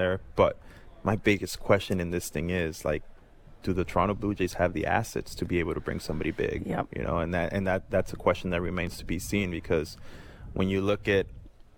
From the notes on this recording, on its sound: Live from the Jays Care Golf Classic